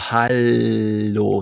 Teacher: Also hier habe ich praktisch beim H forme ich den Mund dann schon zu dem A, jetzt kommen die Stimmbänder dazu, dann sage H und die Stimmbänder bleiben an, während ich nach dem A die Zungenspitze an den Gaumen lege